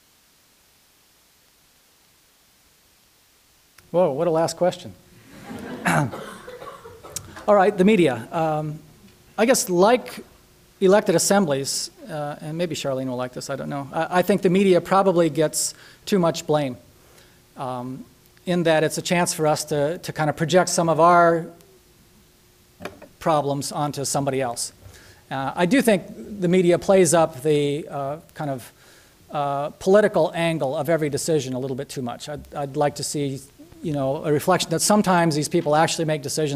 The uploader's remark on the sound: Nebraska Colloquium lecture. University of Nebraska-Lincoln.